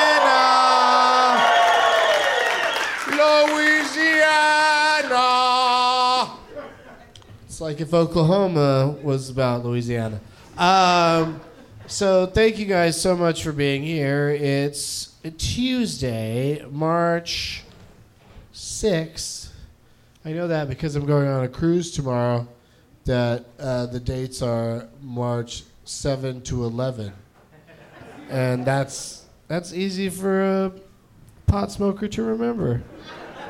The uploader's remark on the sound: Live from Cafe Istanbul in New Orleans